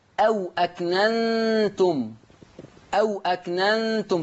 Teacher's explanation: نقل حركة الهمز إلى الساكن قبلها. عندي أو أكننتم، أو أكننتم، تقرأ أو أكننتم، أو أكننتم، هكذا. · Term: النقل